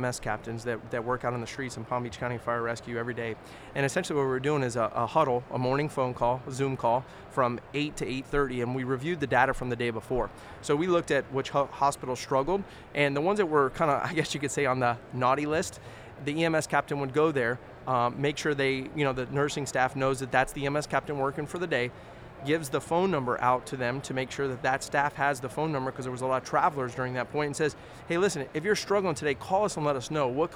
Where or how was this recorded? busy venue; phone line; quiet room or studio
busy venue